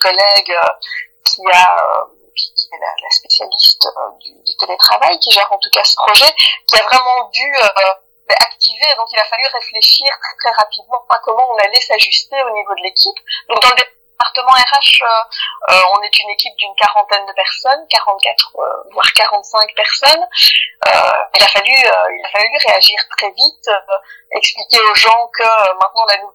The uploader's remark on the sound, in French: Je suis navrée pour la qualité assez médiocre de cet enregistrement, qui a nécessité plusieurs tentatives, j'ai essayé de réduire au maximum les coupures et d'améliorer la qualité sonore.